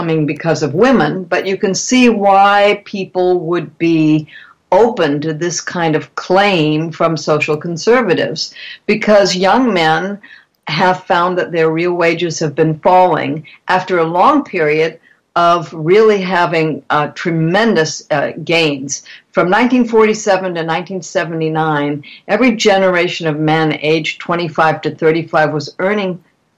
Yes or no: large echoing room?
no